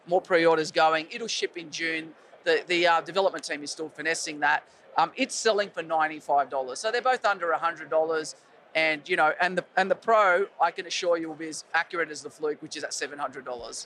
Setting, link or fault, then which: setting, busy venue